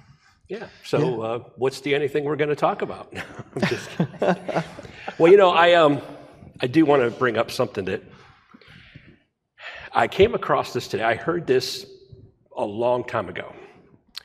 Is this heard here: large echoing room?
yes